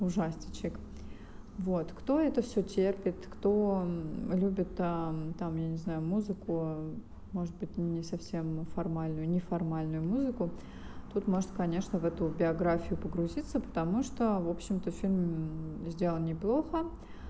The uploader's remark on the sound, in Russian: Извиняюсь за звук стройки на заднем плане.